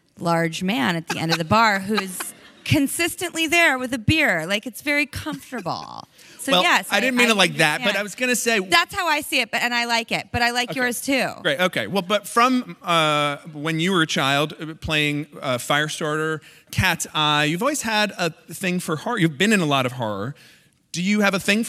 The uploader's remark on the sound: The conversation was recorded on March 19, 2018 in front of a live audience at New York's 92nd Street Y.